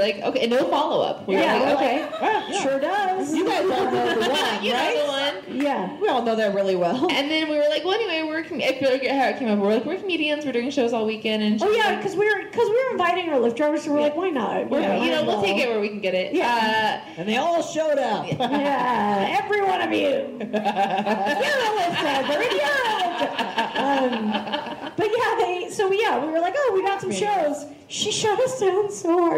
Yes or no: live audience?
yes